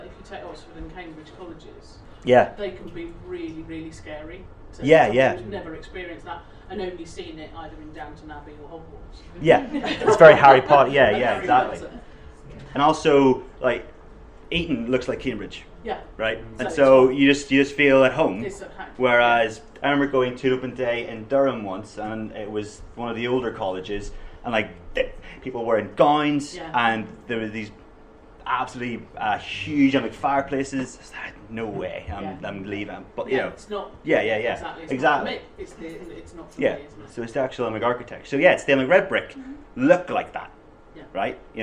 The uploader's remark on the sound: University of Derby, speaks at SRHE Academic Practice Network Event.